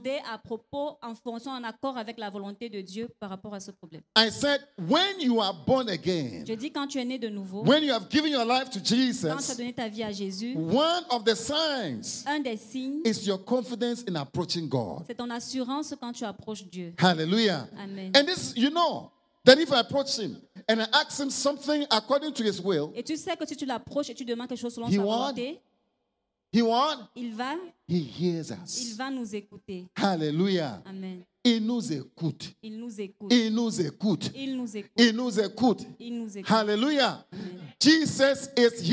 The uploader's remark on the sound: Preached during Joyful Hour Service at FCI Ministries, Rabat, Morocco.